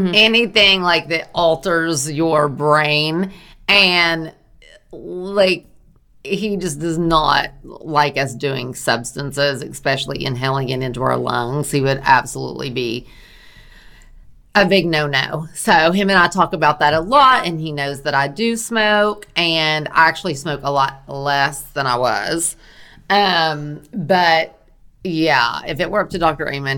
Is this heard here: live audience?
no